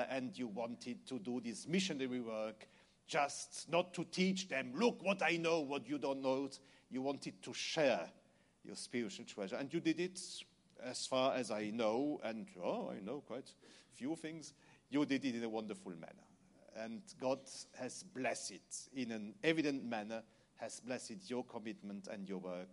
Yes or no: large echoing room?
yes